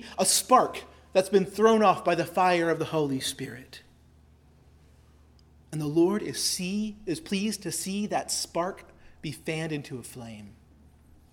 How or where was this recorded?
large echoing room